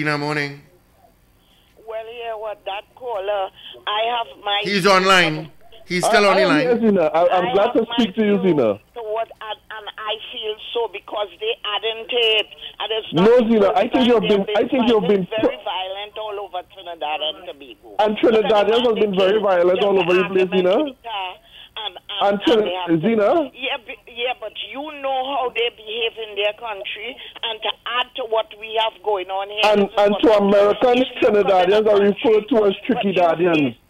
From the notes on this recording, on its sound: During this hour we take calls from our audience